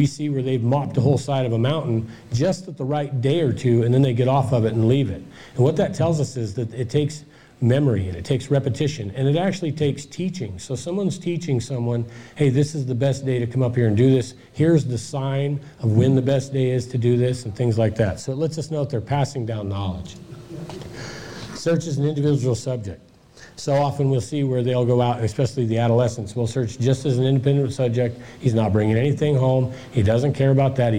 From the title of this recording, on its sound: presentation Michigan Bigfoot Conference